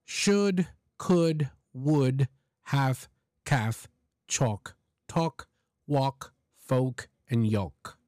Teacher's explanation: that L is non-existent. And it's not even a dark L.